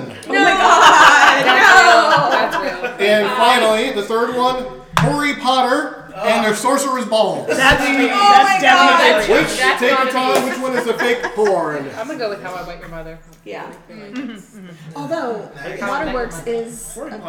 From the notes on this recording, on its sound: Pardon the jumbled noise, outbursts of laughter and foul language, and plenty of adult conversations.